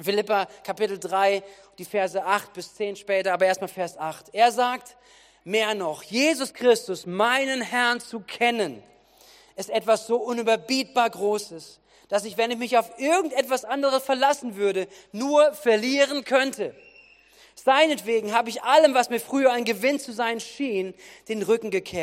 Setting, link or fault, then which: setting, large echoing room